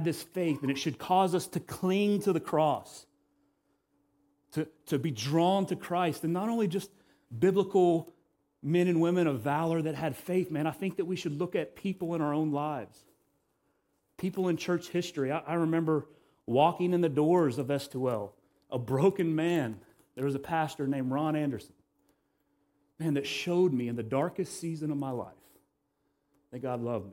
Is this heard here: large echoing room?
yes